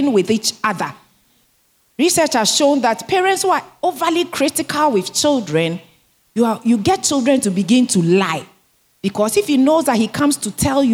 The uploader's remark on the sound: Sermon preached at CBC Shiashie Campus